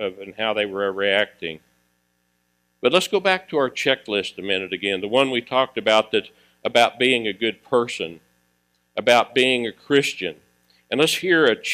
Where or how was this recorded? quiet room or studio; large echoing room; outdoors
large echoing room